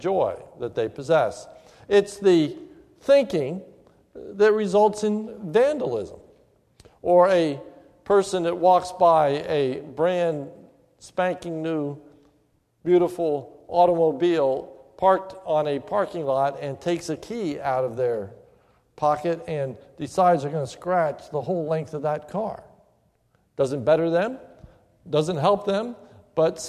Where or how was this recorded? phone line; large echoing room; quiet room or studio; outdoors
large echoing room